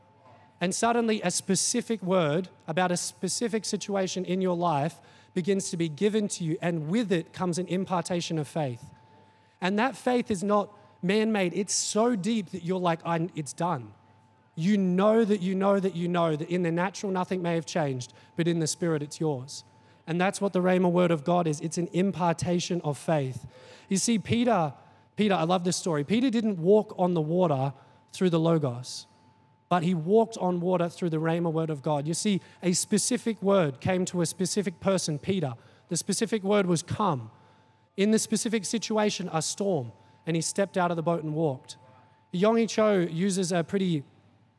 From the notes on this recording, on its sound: Recorded during our 5pm service on Sunday, the 26th of March 2023